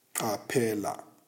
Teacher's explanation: At the same time, the sides and tip of your tongue touch the gums. The resulting sound is like a pop, heard when removing a cork from a bottle of wine.